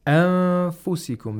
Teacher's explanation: at the same time that you are getting rid of the place of articulation of nun, you have to approximate the place of articulation of fa. And simultaneously make a nasal sound. · Term: ikhfa